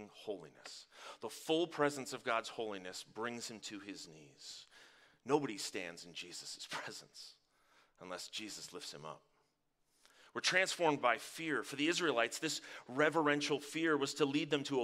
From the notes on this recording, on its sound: Live from our Dripping Springs Campus!